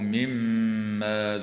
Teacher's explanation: وتغن الميم المشددة في كلمة مما